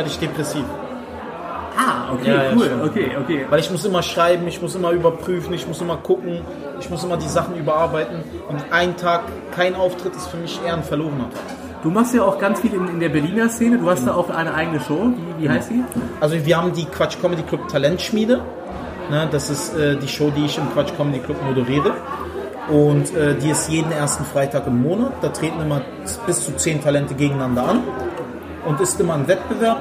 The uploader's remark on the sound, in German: Backstage Talk. Kurze und spontane Aufnahme mit dem Berliner Comedian. Am späten Samstagabend nach der Mixed Comedy Show in der Latüchte in Epe. Während die Gäste den Abend gemütlich ausklingen lassen läuft im Backstage Bereich das Aufnahmegerät.